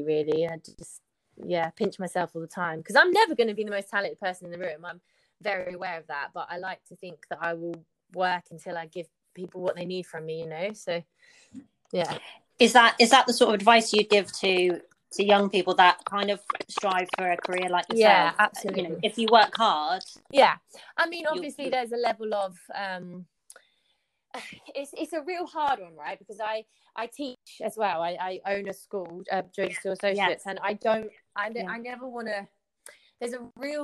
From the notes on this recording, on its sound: Apologies for the technical difficulties in this one.